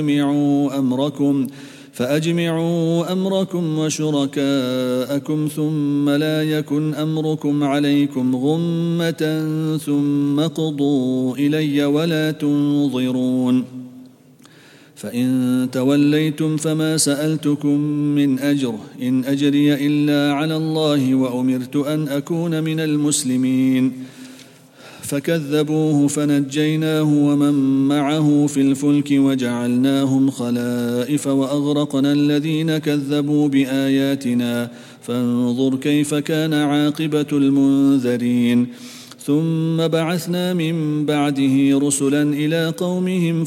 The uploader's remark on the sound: at the Houghton Masjid (West Street)